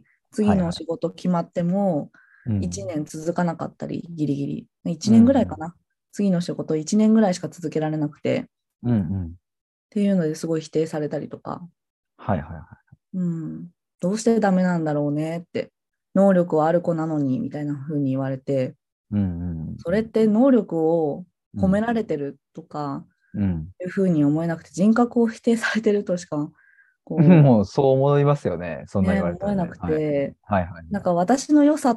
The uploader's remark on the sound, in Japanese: Zoom対話の音声を初公開！